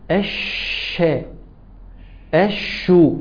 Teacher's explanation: لسان بيرجع لورا برضو ويروح ناحية نص الفم اللي هو ده، ده نص اللسان مع نص الحنك، بس ما بيخبطش بحيث ان هو يقفل المخرج، لا بيسموه حرف تفشي، الهواء بيجري فيه بيتفشى معاه · Term: الشين